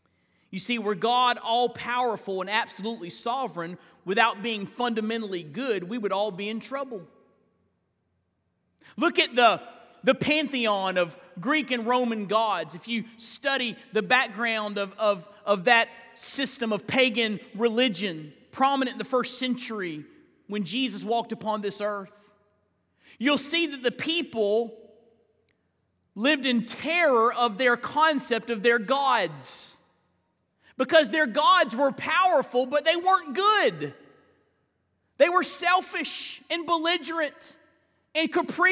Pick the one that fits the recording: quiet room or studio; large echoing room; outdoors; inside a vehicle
large echoing room